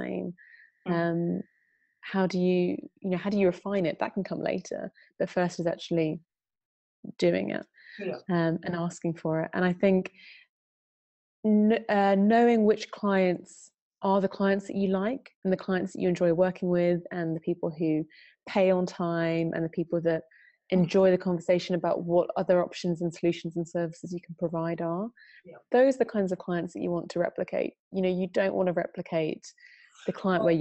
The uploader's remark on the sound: Originally a recorded webinar.